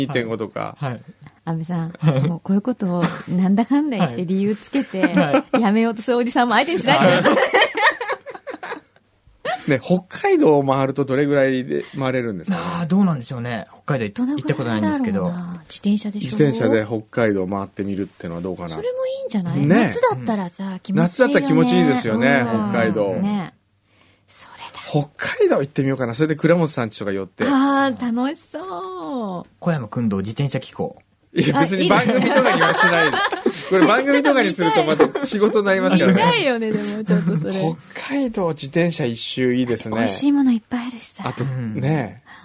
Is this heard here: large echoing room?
no